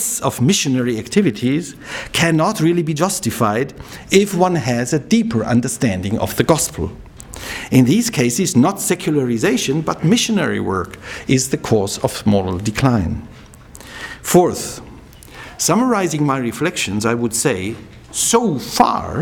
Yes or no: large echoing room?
yes